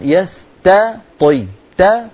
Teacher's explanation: رفقك التاء وفخم الطاء واكسرها كسرا كاملا ومن لم يستطع لا تقل طي قل طي نبهت على ذلك